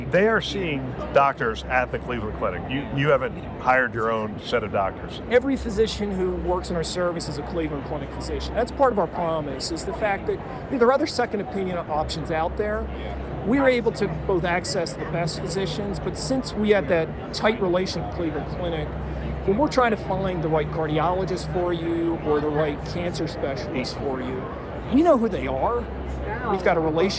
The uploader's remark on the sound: It’s an Interview in Action live from HLTH.